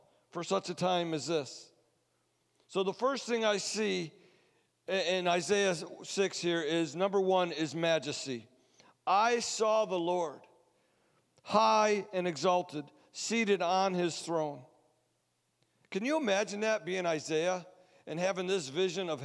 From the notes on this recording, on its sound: Sunday Service Recording